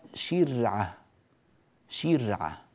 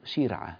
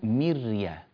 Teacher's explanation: نرقق الراء لأنها ساكنة وقبلها مكسور